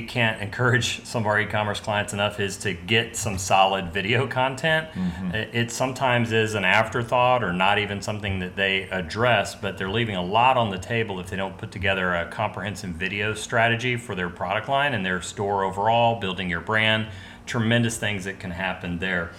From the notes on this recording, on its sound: Today's episode was recorded on location from the 2017 Traffic and Conversion Summit in San Diego.